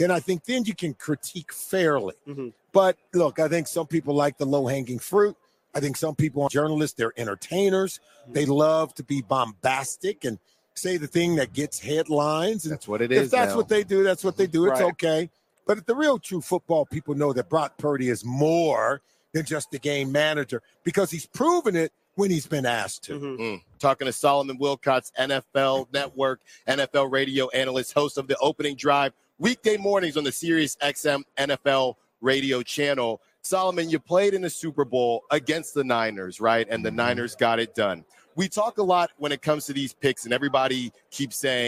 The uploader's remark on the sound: LIVE FROM RADIO ROW IN LAS VEGAS!